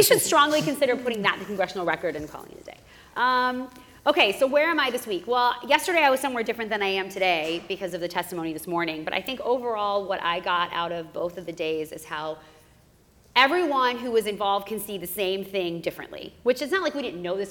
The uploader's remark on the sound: The entire BSP crew assembles for a live taping. Followed by audience questions.